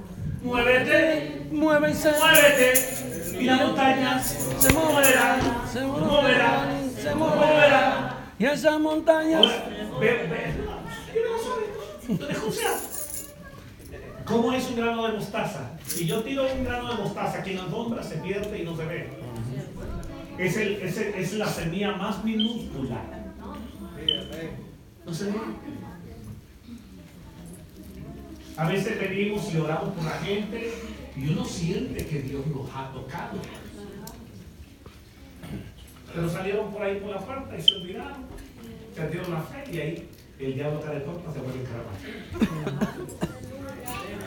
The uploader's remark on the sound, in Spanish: Desde Honduras. Grabado en vivo.